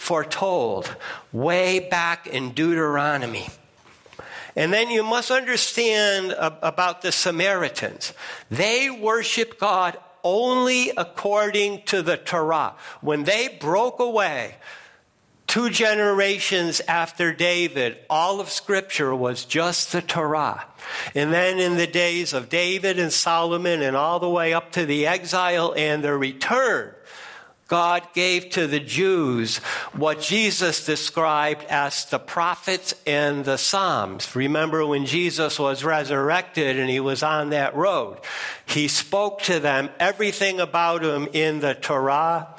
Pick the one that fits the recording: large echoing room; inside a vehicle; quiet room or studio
large echoing room